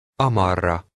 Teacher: Remember, the main stress is on the first syllable.